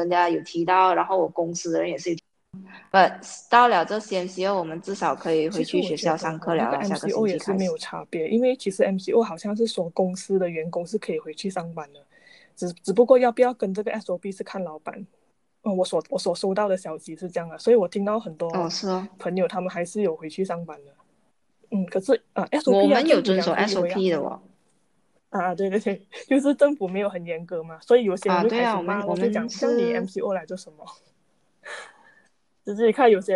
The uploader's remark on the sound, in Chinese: 我们的播客是需要靠网络来录制的时候，两边网线的延迟